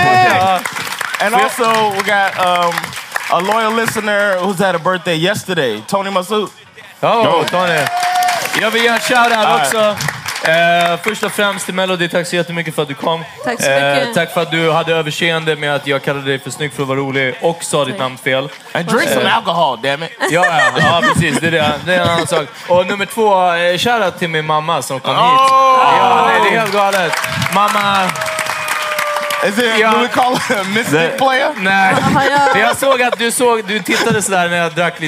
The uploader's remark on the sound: LIVE! The Power Meeting Podcast levererar live igen! Tack till Kulturhuset.